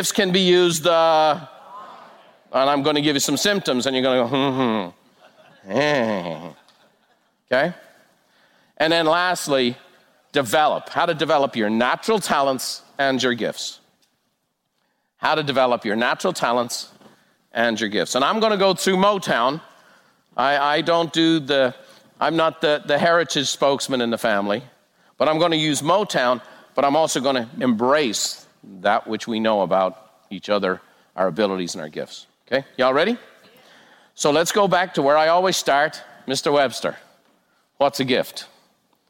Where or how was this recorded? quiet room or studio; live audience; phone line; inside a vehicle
live audience